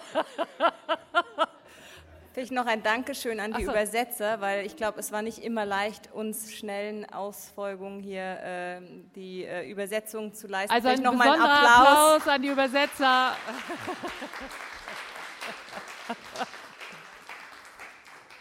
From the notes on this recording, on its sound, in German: Drittes Panel der Konferenz «Auf der Flucht vor humanitären Krisen». Berlin.